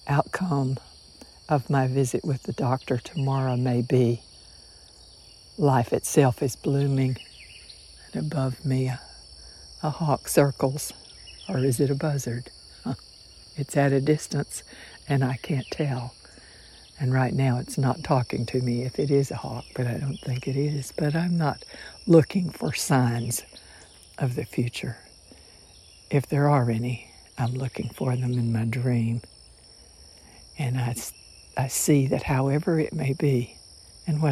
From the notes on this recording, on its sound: I stood on the porch this morning and recorded spontaneously with my phone what I was thinking and feeling, without prior consideration or any editing afterward.